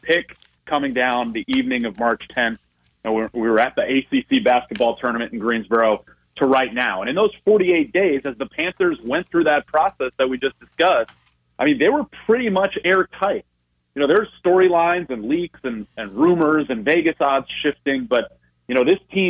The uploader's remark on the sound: we open up the phones